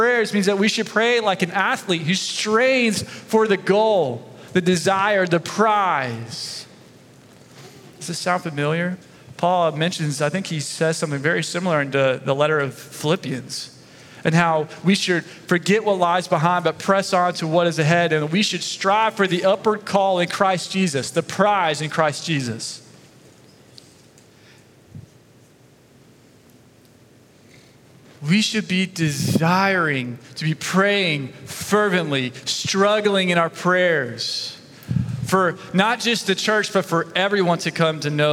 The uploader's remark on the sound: Sunday Message recorded 25 September 2023